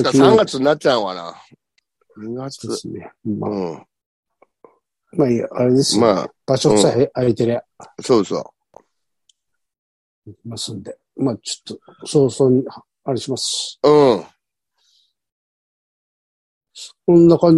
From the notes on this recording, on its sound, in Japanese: ZOOMで収録